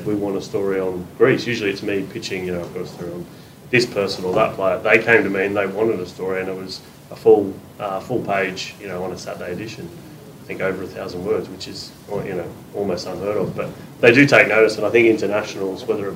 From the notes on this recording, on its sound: Forty20 LIVE at Dewsbury Library. The RLWC2021 Cultural Festival continues as we're live at Dewsbury Library.